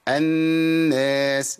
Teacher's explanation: سورة الناس بتعلمنا ازاي نقف على المشدد من النون المشددة، نقف عليها بزمن حركتين بغنة من الخيشوم